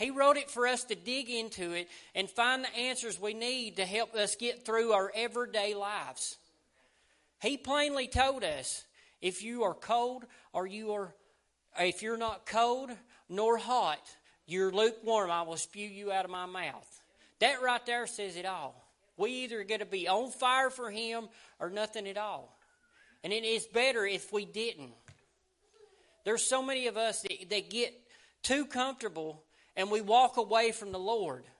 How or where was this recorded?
large echoing room